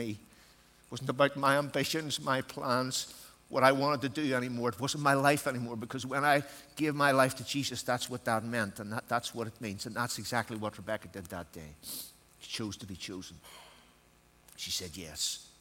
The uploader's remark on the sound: Session recordings from DNA 15 hosted by CVM Ireland.